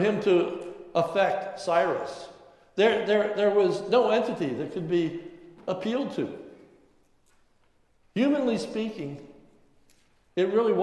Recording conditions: large echoing room